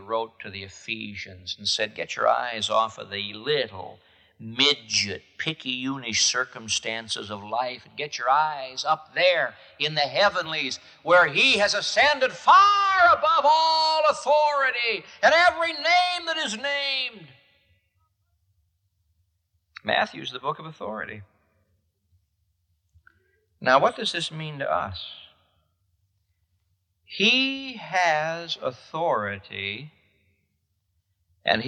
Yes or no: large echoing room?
yes